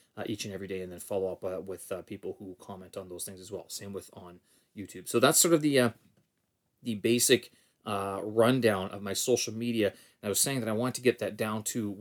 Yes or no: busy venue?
no